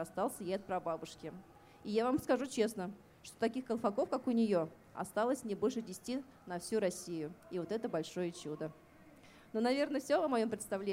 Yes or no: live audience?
yes